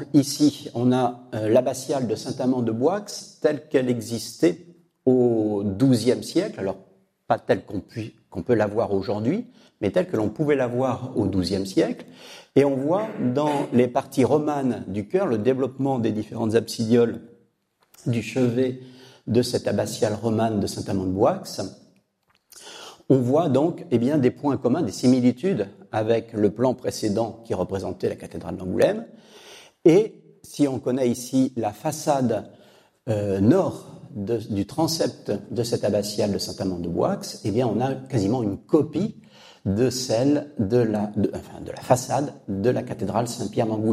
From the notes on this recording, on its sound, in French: Cette conférence a été captée au diocèse d’Angoulême